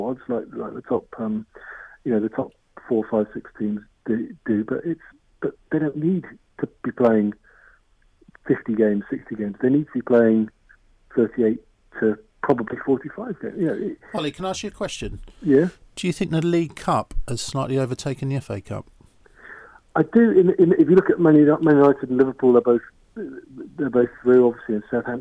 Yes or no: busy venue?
no